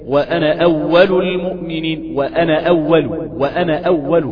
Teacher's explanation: أنطقها وكأنها كلمة أن، أن المفتوحة الهمزة المخففة، أنا هكذا أقولها إيه، وأنا أول المؤمنين، وأنا أول، وأنا أول، كأن النون محركة بفتح وفقط، الألف مش ثابتة، ولا لو كانت ثابتة كانت تمد، تقول وأنا أول المؤمنين.